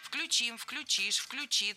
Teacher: В этом слове во всех глагольных формах корень должен быть безударным.